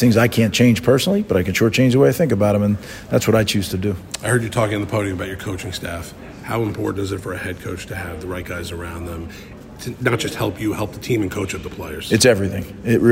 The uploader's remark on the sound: Live on …'s Korner from Lucas Oil Stadium. The Capital One Orange Bowl Media Tour presented by Duffy’s Sports Grill heads to Big 10 Media Days in Indianapolis.